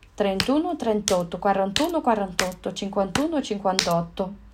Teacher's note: Cai o A e junta com 1